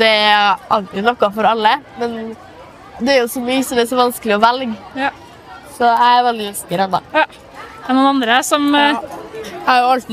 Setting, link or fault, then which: setting, busy venue